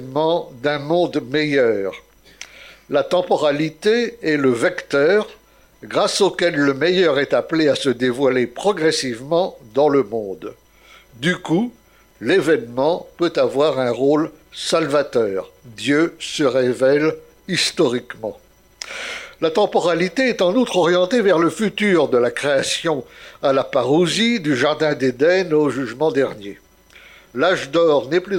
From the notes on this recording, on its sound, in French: Conférence réalisée lors du colloque "Regards croisés sur notre identité" le samedi 26 octobre 2019 à Paris.